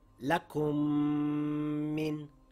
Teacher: I closed my lips, the M sound came through the nasal passage, and I held it for two counts. · Term: idgham with ghunna